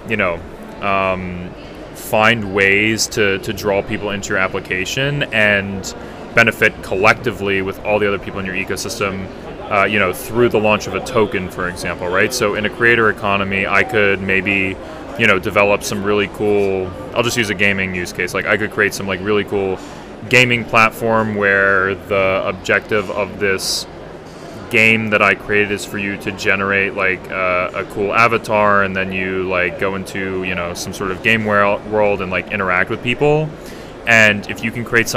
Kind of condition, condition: setting, busy venue